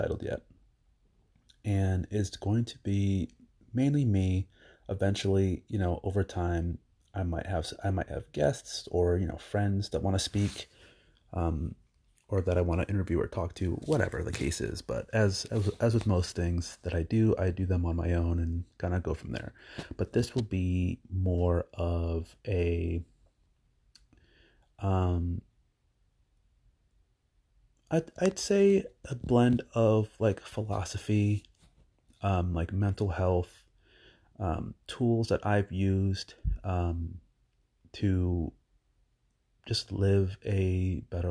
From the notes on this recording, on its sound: This is all experimental and probably just from my phone for a while so nothing fancy for a while. Just my voice until I find my flow.